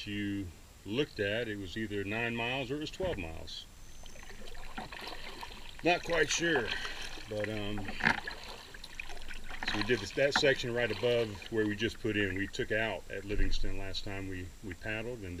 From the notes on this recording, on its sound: On this episode I travel down the river